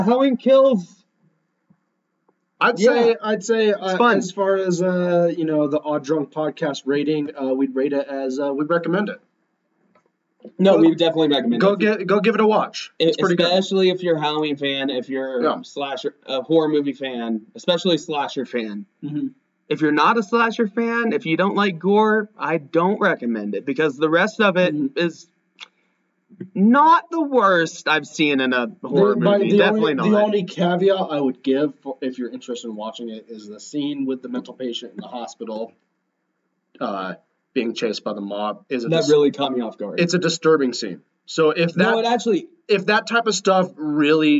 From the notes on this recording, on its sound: messed up with our microphones this week, so we apologize about the poor audio quality this episode